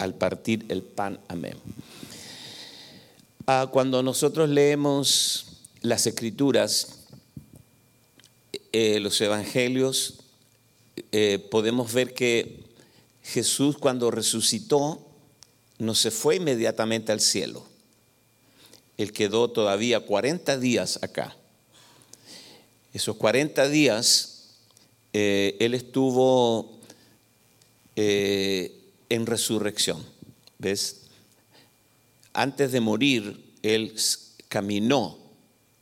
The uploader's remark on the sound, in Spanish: Grabado en vivo en iglesia Visión Mundial Para la Familia, Arlington, Texas, USA.